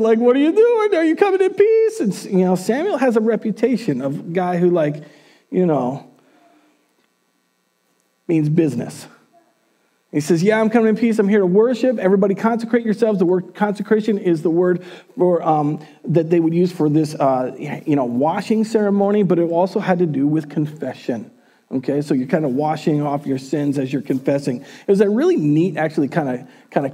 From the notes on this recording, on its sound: Recorded on January 10th, 2021 at Word of Life Church in Le Sueur, MN.